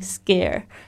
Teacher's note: sk sk 这个声音呢，它在一起的时候，后面它那个声音会变成浊音